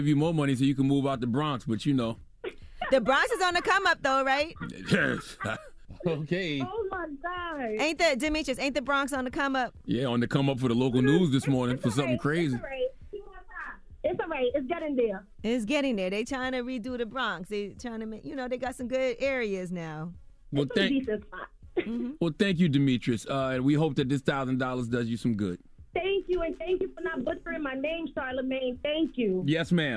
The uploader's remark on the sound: they opened the phone lines